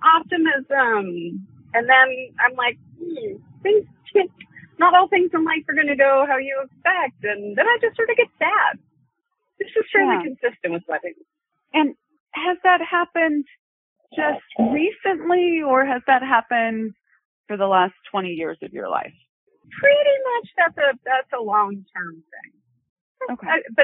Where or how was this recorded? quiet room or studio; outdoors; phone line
phone line